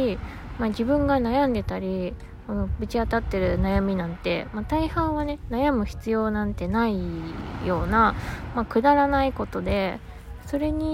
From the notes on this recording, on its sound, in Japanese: マスクにサングラスで一人語り。怪しさ満載で地元の海岸を散歩がてら収録。海岸の音を聴きながら、どうぞ。波の音。